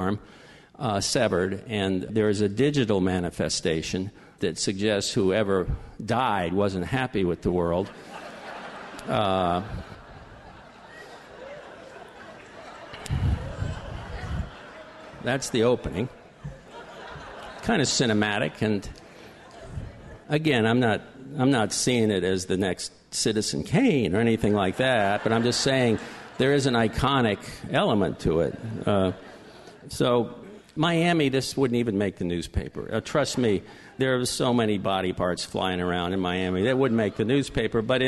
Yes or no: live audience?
yes